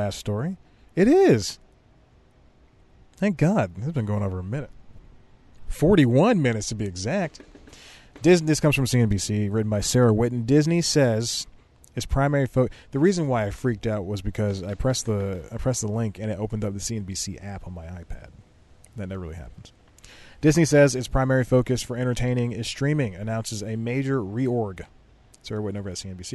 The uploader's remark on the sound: Sits in the back of his car. Shoots an entire show on his phone that only falls nine times.